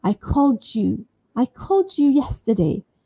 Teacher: What happens when a D sound is followed by a Y sound? Something magical happens. The J sound is produced. · That sound, J sound, is produced between C-A-L-L-E-D with Y-O-U.